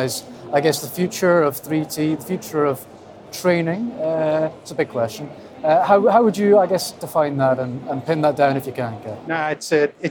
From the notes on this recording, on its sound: On the first day of the Offshore Europe Conference